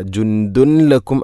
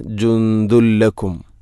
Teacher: ജുന്ദുൻ, അതുപോലെ ദാലിൽ തൻവീനാണ്, ശേഷം ലാം, ഇദ്ഗാം ബിലാഗുന്ന, തൻവീനിനെ ലാമിലേക്ക് കൂട്ടിലയിപ്പിക്കണം. അപ്പോൾ ആ നൂനിൻ്റെ ശബ്ദം കേൾക്കൂല · Shown in: second take · ജുന്ദുൻ എന്ന ശബ്ദമില്ല.